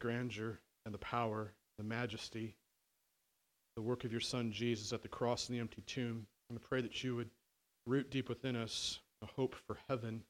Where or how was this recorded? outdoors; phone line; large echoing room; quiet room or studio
large echoing room